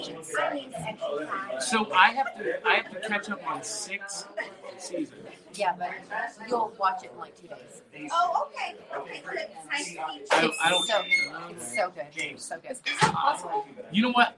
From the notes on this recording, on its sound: live at Smokey's Toys & Collectibles